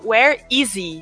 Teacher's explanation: Então o H desaparece.